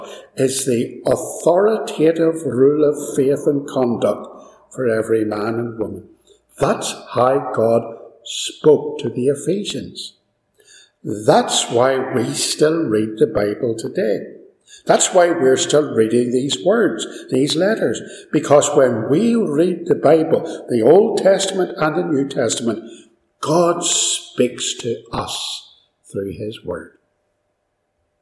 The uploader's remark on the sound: This sermon was recorded live at Ballymacashon - there is some echo and background noise.